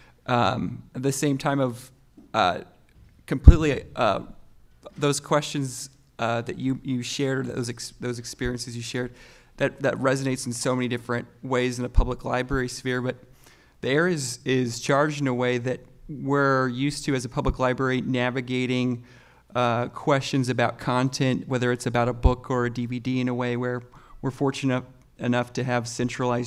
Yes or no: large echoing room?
yes